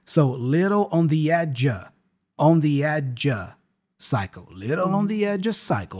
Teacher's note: the preposition of there, again, gets reduced to a schwa sound